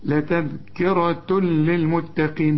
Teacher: هنا بقى التنوين إدغام كامل بدون غنة